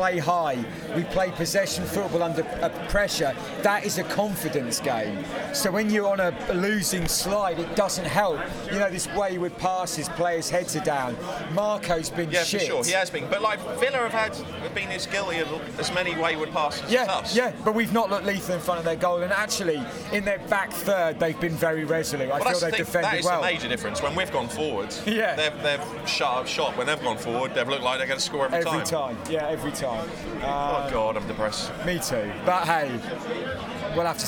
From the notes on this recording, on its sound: Live from the Villa Game.